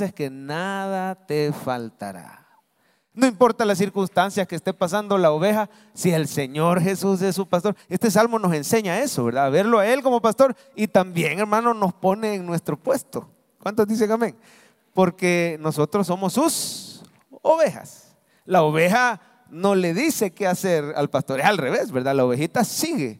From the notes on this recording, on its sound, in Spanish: Mensaje predicado en vivo desde el Centro Familiar de Adoración, domingo 16 de abril 2023, culto de 9am